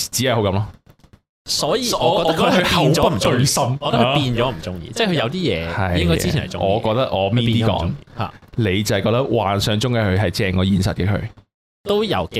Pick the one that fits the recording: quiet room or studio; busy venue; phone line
quiet room or studio